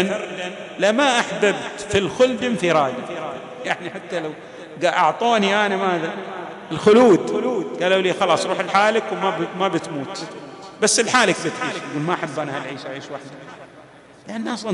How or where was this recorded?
large echoing room